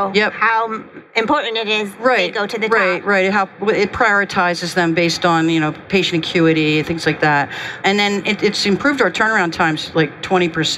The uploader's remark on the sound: Recorded live from the floor of HIMSS at the GE HealthCare booth.